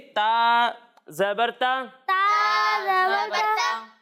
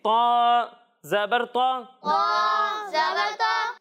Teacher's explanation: جب ہم تا کی ادائیگی کریں گے تو اسے باریک پڑھیں گے، اور جب ہم تو کی ادائیگی کریں گے تو اسے موٹا کر کے پڑھیں گے